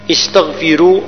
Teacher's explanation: الراء مرققة لأنها سبقت بكسرة